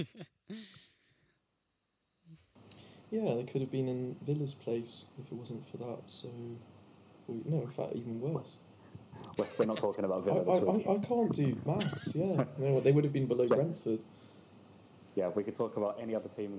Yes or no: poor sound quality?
yes